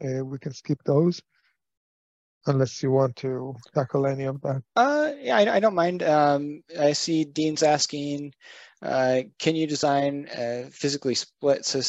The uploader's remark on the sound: In this interactive webinar. Provides a live demo of RENVU's Solar Design & Quote Tool and its new features!